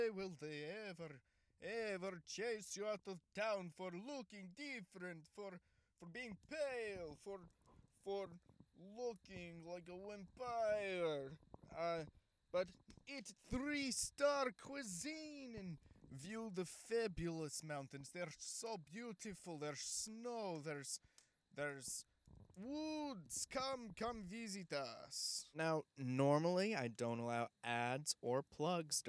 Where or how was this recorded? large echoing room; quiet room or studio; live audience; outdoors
outdoors